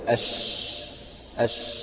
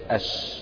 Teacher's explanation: الاتساع والانتشار، التفشي في اللغة هو الاتساع والانتشار، وفي الاصطلاح هو انتشار الريح بالفم عند النطق بحرف الشين · Term: صفة التفشي